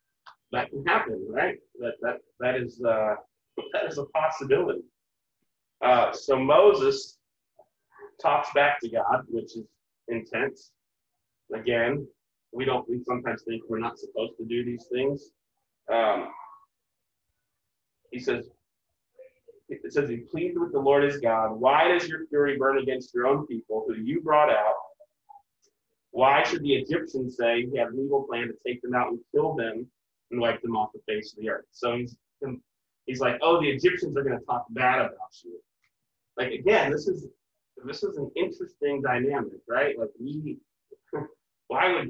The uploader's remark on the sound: Not everyone is in the same room, we are working on some audio solutions.